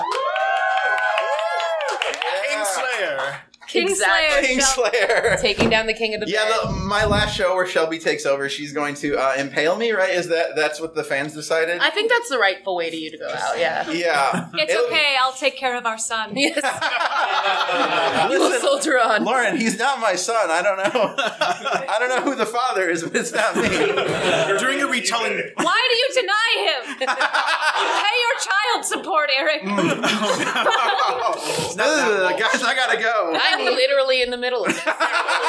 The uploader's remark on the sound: Recorded live at the Cards Against Humanity Theatre!